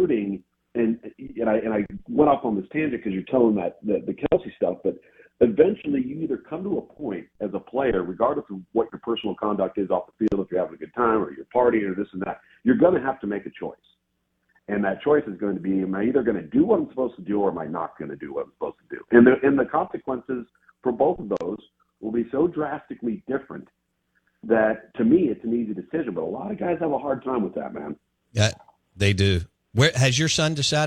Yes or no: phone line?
yes